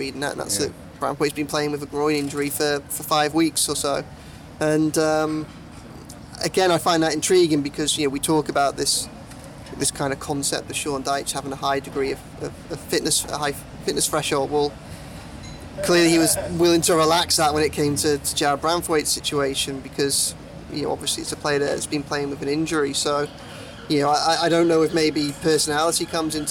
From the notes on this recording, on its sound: catches the last sun of the summer outside Lovelock's Coffee Shop in the heart of Liverpool city centre